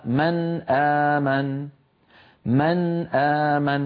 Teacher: فالنون ساكنة من طرف اللسان والهمزة بعدها من أقصى الحلق، فهما حرفان متباعدان لأن المخرجين متباعدين.